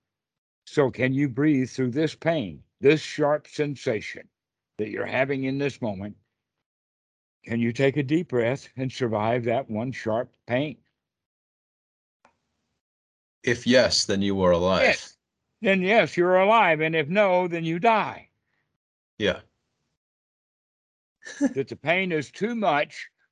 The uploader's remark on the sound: skype calls